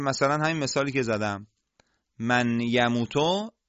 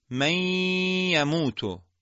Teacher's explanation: پس غنه نون ساکنه در ادغام نون ساکنه در واو و یا باقی میمونه و اینجا از مصادیق ادغام ناقصه.